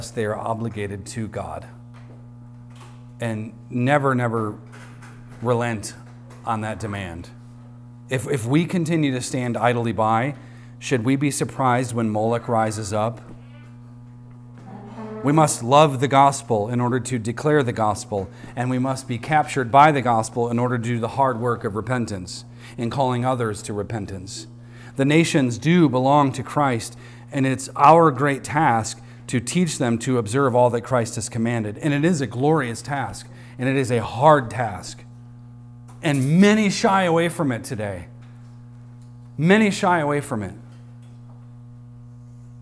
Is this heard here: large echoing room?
yes